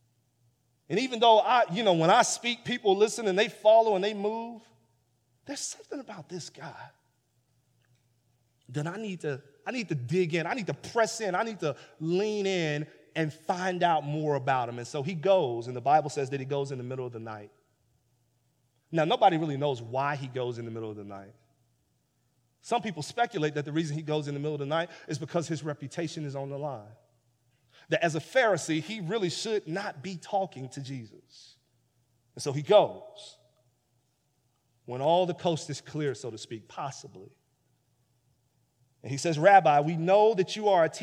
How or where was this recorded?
large echoing room